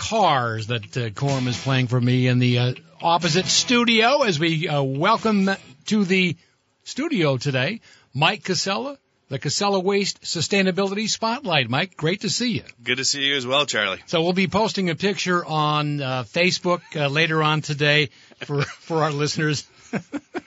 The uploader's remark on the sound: hosts open phone lines!